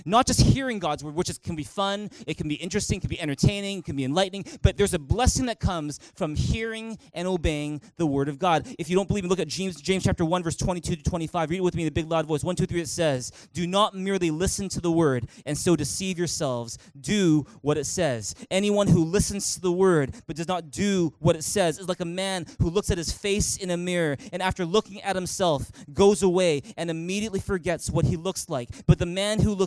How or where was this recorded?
large echoing room